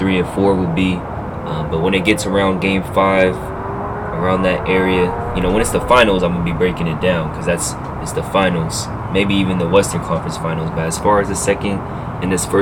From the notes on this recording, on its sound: sorry about the background noise